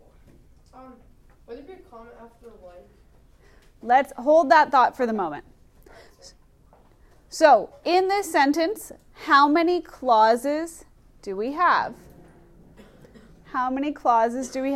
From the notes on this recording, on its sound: Recorded in class on 11/5/19